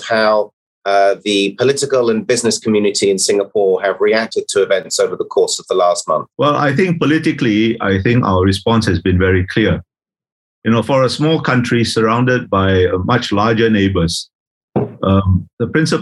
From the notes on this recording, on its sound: This is a recording of one of our digital events.